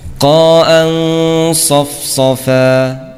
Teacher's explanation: Lidah kemudian persiapan naik, maka ikhfa ini dinamakan ikhfa tebal